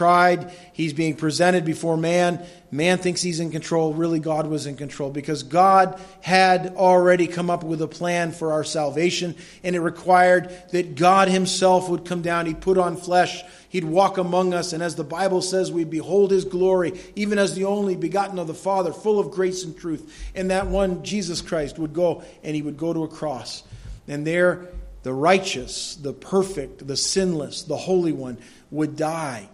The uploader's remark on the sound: delivered at Madawaska Gospel Church on the morning of July 10, 2016